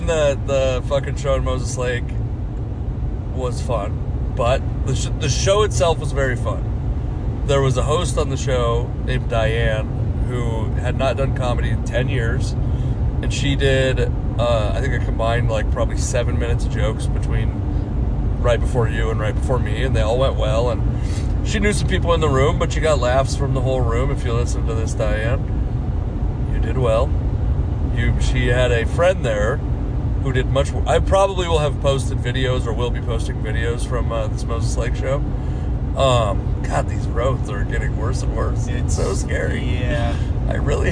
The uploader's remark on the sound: We performed in Pasco, Moses Lake, and Bigfork, Montana, and had some mishaps along the way, including nearly hitting deer on the very drive this podcast was recorded.